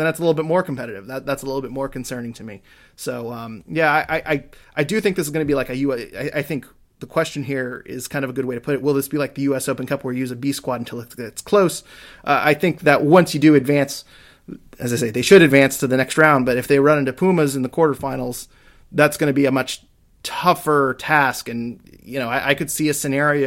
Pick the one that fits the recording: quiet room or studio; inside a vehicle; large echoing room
quiet room or studio